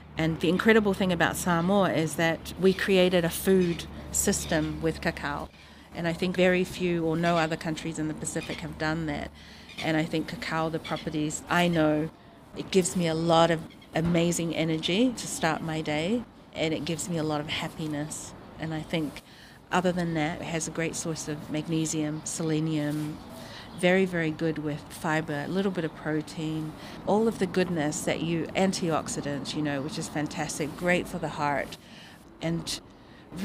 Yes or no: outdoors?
yes